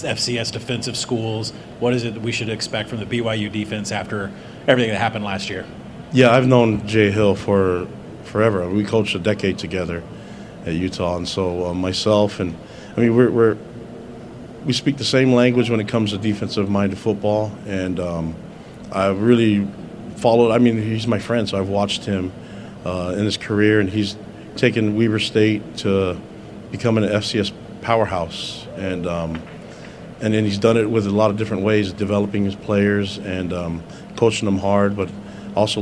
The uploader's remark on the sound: press conference at Big 12 Football Media Days